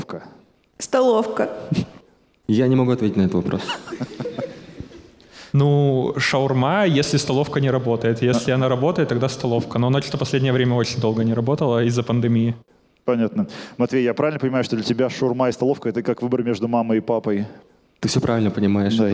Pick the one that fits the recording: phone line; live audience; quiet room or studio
live audience